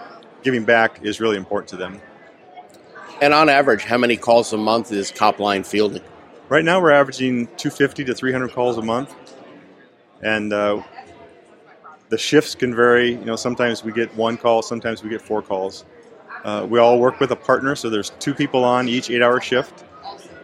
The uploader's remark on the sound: Here, we hit the road and have conversations. On location at the Peace Officers Research Association of California’s ( PORAC) 70th Annual Conference of Members in San Diego, California.